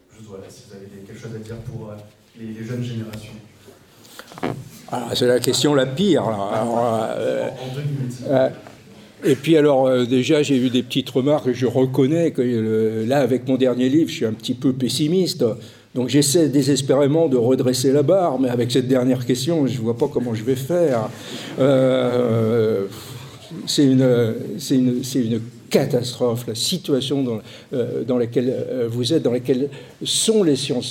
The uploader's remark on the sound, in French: Version audio de la conférence. À Aix-Marseille Université, Campus Schuman.